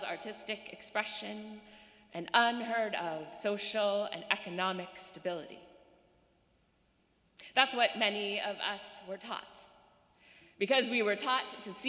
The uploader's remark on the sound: Sermons from Old South Church in Boston